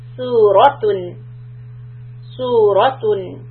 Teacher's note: So su is two counts, soft sound, ra heavy, raise the back of the tongue, and tun is called izhar, It is followed by Hamza. So we just clear the noon.